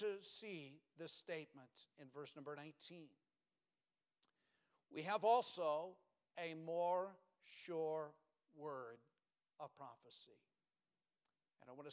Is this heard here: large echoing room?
yes